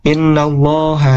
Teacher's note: lafaz Allahnya di sini tebal ya, tafkhim